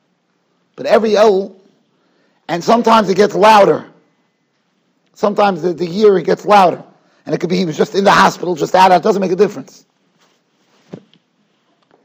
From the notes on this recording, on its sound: Shiur recorded in Yeshivas Ohr Reuven, Monsey, NY.